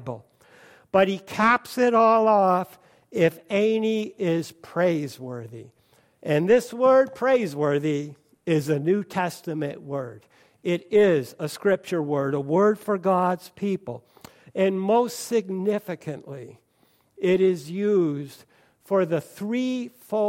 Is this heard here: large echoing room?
yes